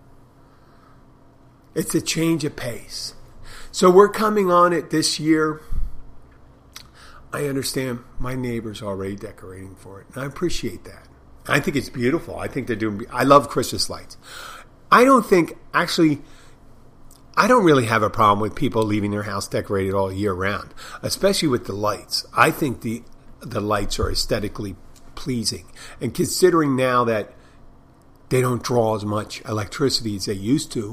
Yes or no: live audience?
no